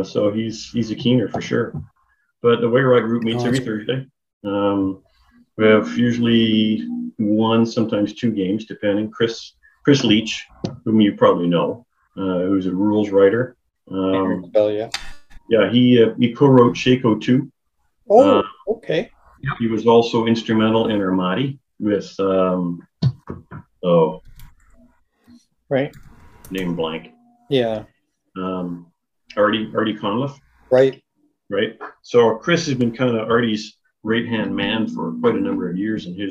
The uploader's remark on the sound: despite a spotty Zoom connection